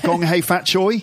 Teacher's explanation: You had the rising intonation. It's a question. You weren't sure.